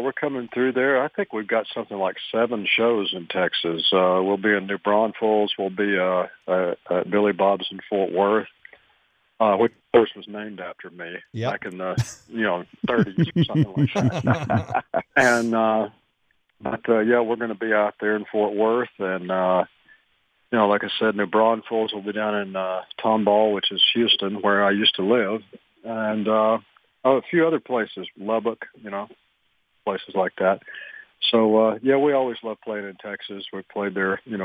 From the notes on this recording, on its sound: called in to the Ben and Skin show